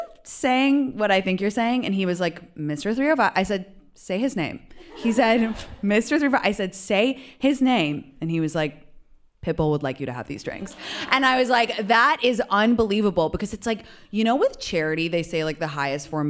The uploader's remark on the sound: Live From Miami. Some of my followers joined me for a live “Ask Me Anything” to celebrate the opening of the SiriusXM studios in Miami!